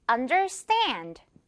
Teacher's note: 이 stand 부분에 강하게 그리고 stand 이렇게 세 글자가 아니라 stand 한 글자처럼 영어식으로.